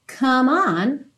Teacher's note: Percebe como que essas duas palavras são ligadinhas, como é do come, não é pronunciado, você já liga direto esse M no on